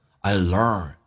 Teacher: 这是一个重度卷舌，整个舌身往回卷，然后往下压